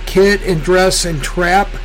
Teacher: so all three of these vowels, your tongue is a little bit further back in your mouth, and that changes the shape of the exit path for air as it's coming out of your lungs. · Term: lower back merger shift